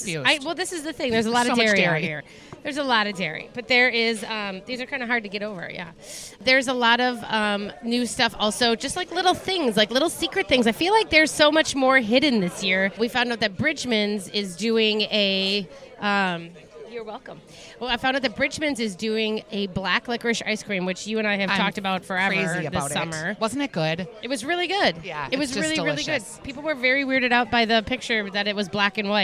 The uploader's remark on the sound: Live from the Salem Dining Hall